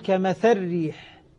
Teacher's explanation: إذا أدغمت أقول كمثل ريح، اللام ذهبت وذهبت حركتها